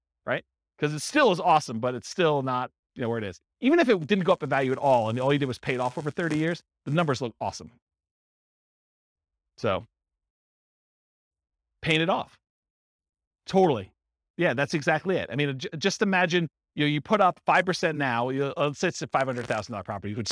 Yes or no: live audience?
yes